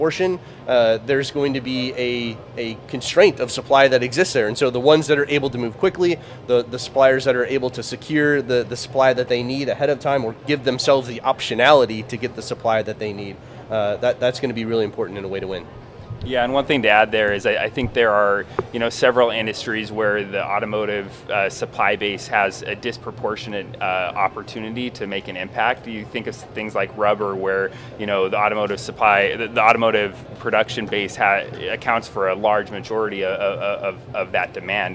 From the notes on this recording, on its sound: At the November OESA automotive supplier conference in Novi, MI